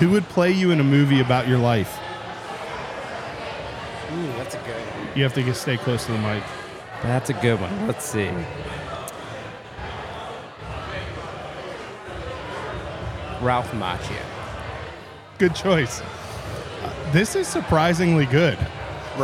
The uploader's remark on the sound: Stupid Questions at Too Hot For Gram. For this episode we headed out to Imprint Beer Company for the Beerscovery Too Hot For Gram festival to ask brewers stupid questions.